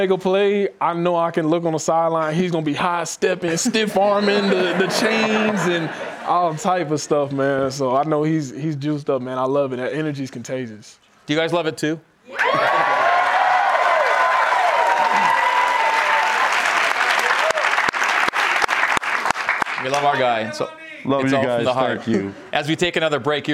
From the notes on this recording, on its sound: A live audience in Studio C.